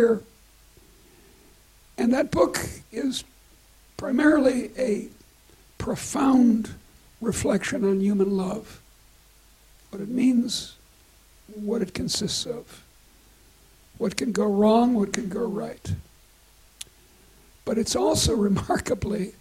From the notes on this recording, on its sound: recorded at the University of Edinburgh